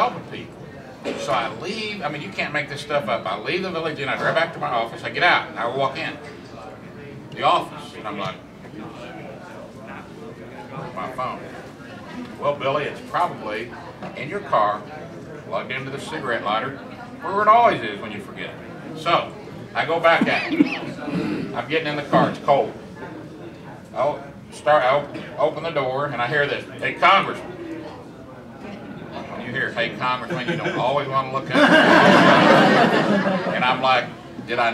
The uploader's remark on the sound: Address The Ripon Society on March 5, 2013